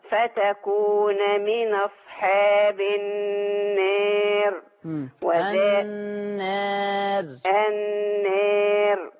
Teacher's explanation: طول ما الألف مقللة يبقى الراء هتترقق كمان · Term: إمالة صغرى